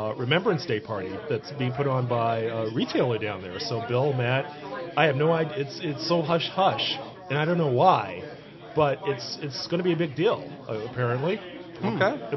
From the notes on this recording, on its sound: as we record from the first ever Chicago Mini-Con